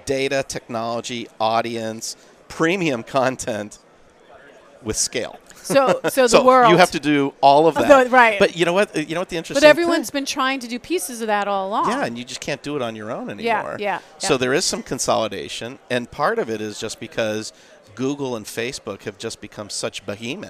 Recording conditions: busy venue